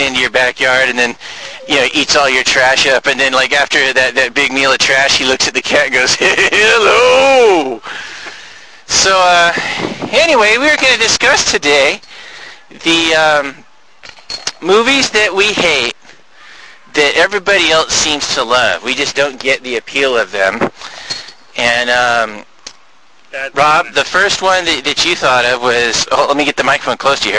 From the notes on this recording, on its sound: Live from East Portal Park